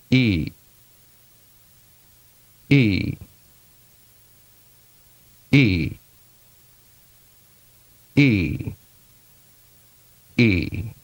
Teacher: The vowel E. When saying E, the tongue is curved high in the front and the lips are pulled back slightly. This vowel is long and tense. Glide the tongue slightly up and forward as you say E.